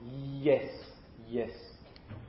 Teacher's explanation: They are made with so-called open approximation, so the airstream can basically get through very easily. So the place between the so-called articulators are those elements that are involved in the production, is very wide, and therefore we have no stricture. · Term: Approximants